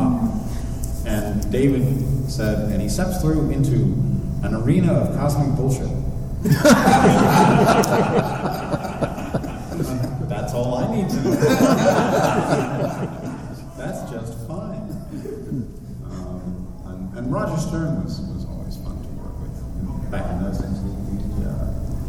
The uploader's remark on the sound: This special episode features a live recording